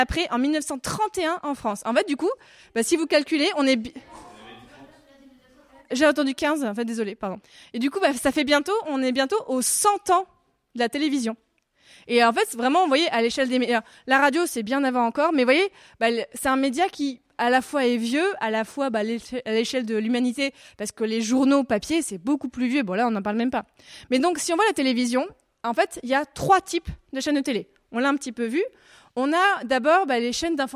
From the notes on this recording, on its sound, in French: Durant la semaine de la presse 2023. Une captation de sa Master Classe devant les classes de 5Fa et 5B.